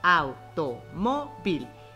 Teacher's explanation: nos damos cuenta que la sílaba tónica está en mo. Y si contamos las sílabas, es la penúltima.